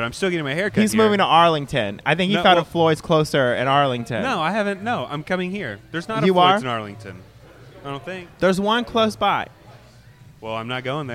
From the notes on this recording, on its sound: Live from their favorite barbershop, Floyd's 99 Barbershop in West Village, Dallas.